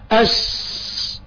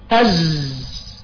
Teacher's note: طيب دال حروف مخرج الصاد والزاي والسين، الصاد والزاي والسين، وتخرج من طرف اللسان وفوق الثنايا العليا والسفلى